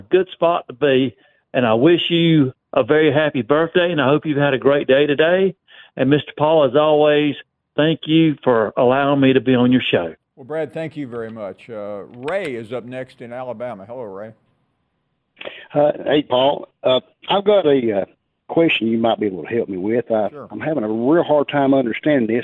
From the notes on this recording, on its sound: of course we take more of your phone calls.